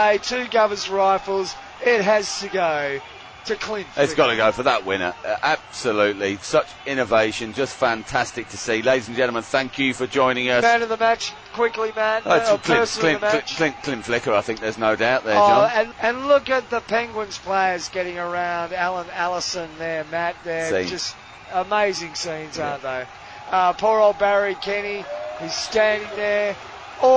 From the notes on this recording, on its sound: we are live from the only Hockey party in town